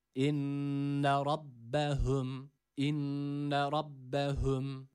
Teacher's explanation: Yani hüm derken ötreli olan H'yi boğaz harfi olan H ile karıştırmayalım. Burada mide boşluğundan gelen H var.